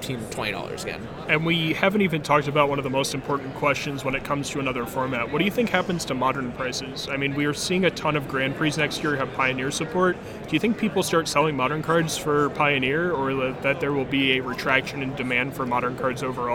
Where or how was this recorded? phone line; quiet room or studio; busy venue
busy venue